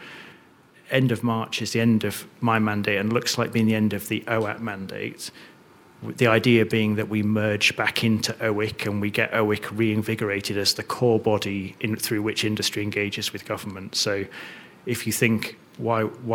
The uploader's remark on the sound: Live from Spotlight with OWGP. Our first live podcast. Live at the first UK Offshore Wind Supply Chain Spotlight event at the Queen Elizabeth II Conference Centre in London.